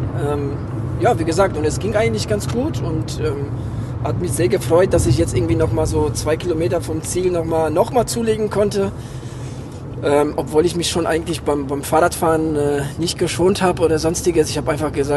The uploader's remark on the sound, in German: Diese Folge haben wir nach dem Kinzigman Triathlon im Auto auf dem nachhause Weg aufgenommen.